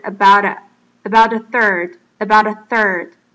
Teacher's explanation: About a third.在这边大家念快的时候要特别注意这边的 about 跟 a,因为 about,它是 t 是一个 consonant,一个子音那 a 是一个母音所以 about a third 的时候就会连起来 about 跟 a 就会连起来在这个时候呢那个 t 的音呢就非常非常的弱化变得有点小低的音等于是说它只是轻轻的点了一下你的上颚牙齿后面的顶住的部分只有顶住一下下然后就马上又发出 a 的音